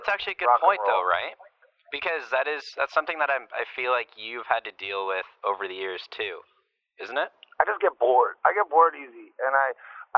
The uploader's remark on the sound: we spoke on the phone